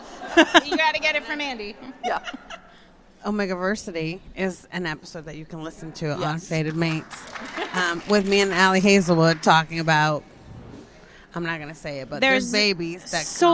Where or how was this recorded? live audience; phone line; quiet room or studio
live audience